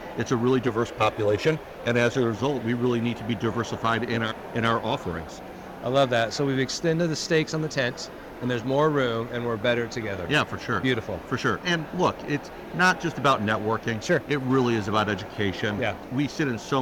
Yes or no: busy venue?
yes